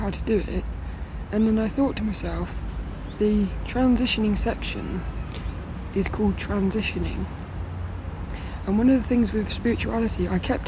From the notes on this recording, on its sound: this one was recorded down the park